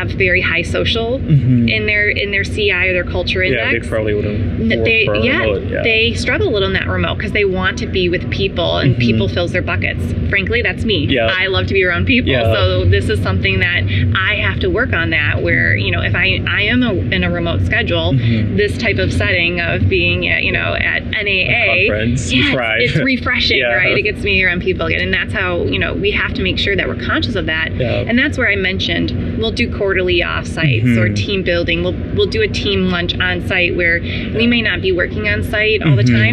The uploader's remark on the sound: LIVE AT NAA